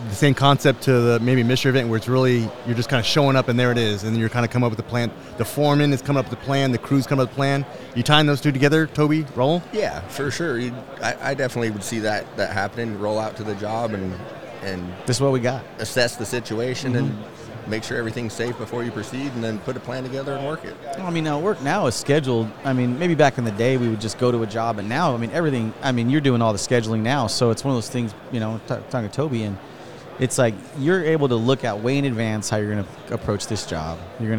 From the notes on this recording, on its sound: This Episode was recorded live at the 2022 International Lineman's Rodeo Expo.